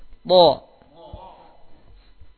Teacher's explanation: Ujung lidah dengan gusi gigi seri atas.